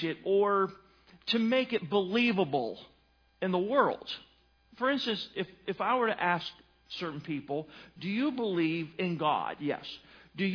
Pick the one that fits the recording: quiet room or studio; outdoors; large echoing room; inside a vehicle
large echoing room